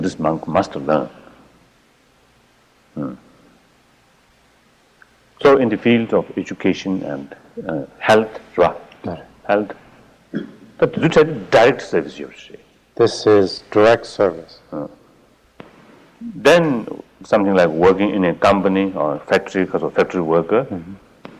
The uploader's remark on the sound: In this 1979 talk at Insight Meditation Society